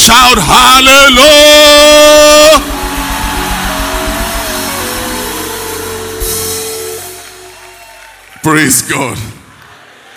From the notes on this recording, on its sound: ministering during Word Explosion Conference on 14-04-2019